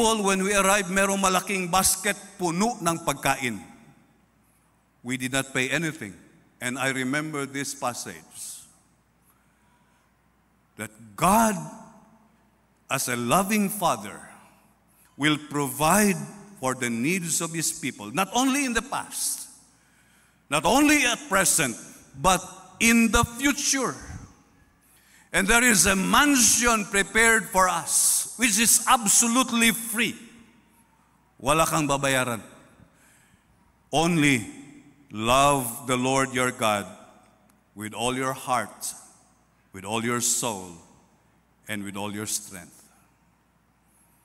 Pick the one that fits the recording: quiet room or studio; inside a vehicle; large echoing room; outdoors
large echoing room